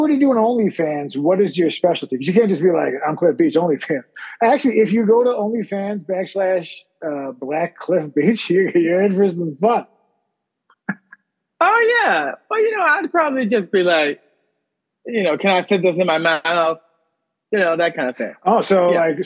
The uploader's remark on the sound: Special 4-part Summer Zoom Edition.